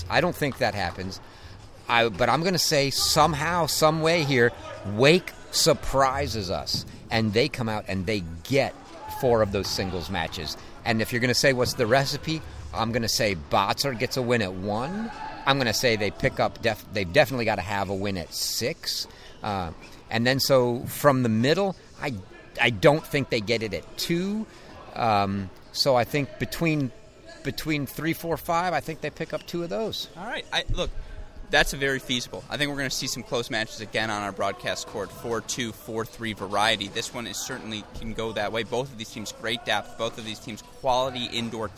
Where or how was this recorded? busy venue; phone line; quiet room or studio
busy venue